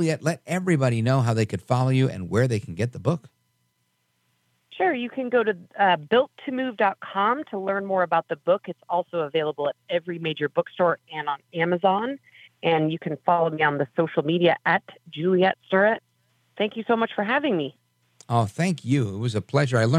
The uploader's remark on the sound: we take your calls in open phones across America